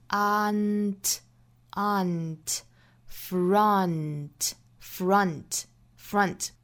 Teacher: Front 这个词呢，我们注意里面这个元音啊，应该是一个啊，倒三角啊的音